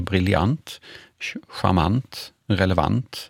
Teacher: Så att när vi har adjektiv som slutar på ANT som är lånade från franska, så uttalar vi det som ant på slutet och inte som ang · Term: ant-uttalet